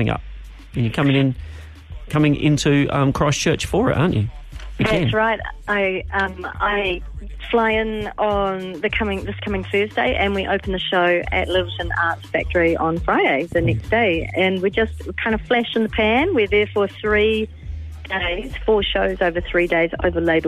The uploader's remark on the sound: LIVE on the line